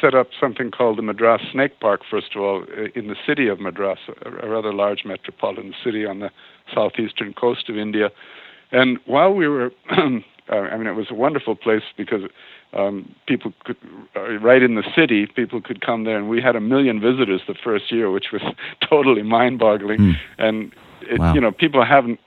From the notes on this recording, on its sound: Please welcome to The Not Old Better Show, via internet phone